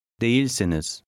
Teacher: Put the stress on the second syllable.